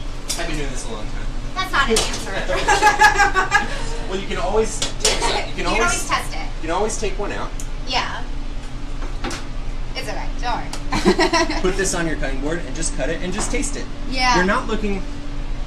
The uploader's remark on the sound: Join me for a special in-kitchen Lady Lair LIVE with …. At his new restaurant and NYC hot spot, Out East.